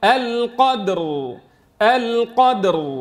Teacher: إذا وقفت عليها بالسكون المحض الراء ساكنة وقبلها ساكن وقبلها مفتوح فتفخم